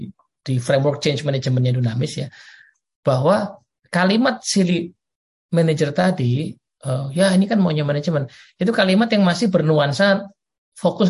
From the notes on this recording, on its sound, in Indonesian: Dunamis Audio Webcast. Akan dilakukan melalui Zoom Meeting.